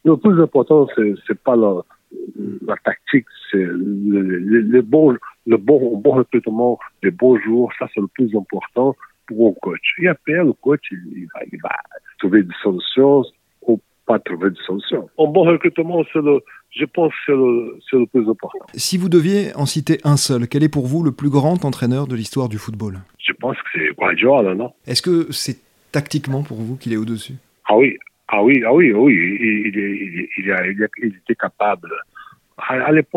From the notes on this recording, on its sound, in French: Il nous a répondu par téléphone depuis son pays.